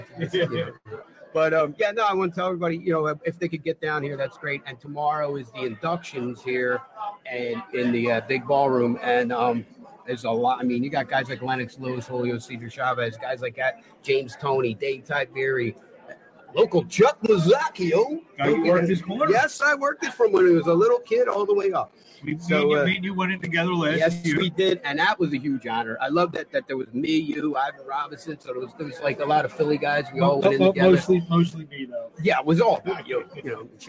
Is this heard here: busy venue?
yes